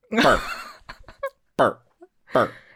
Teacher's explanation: But because in this particular one, the r hua yin, the uh-huh. r sound on the end, that's so typical of Beijing and Dongbei and stuff like that.